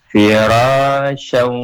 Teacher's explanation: Memang idgham bigunnah. Makanya dia didengungkan.